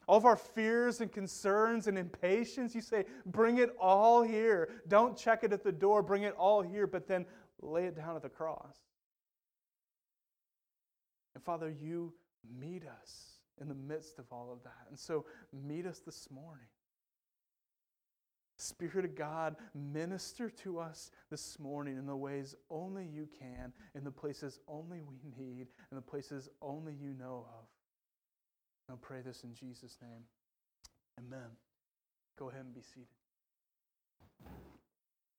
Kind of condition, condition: setting, large echoing room